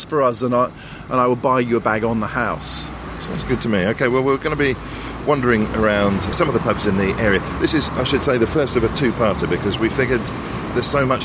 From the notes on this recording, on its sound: If you like the sound of the pubs in this episode.